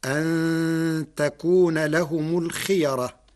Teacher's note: فالقراء جميعا متفقون على تفخيم الراء، لأن الياء قبلها محركة بالفتح. أما لو كانت الياء ساكنة لوقع الترقيق والتفخيم فيها بين القراء.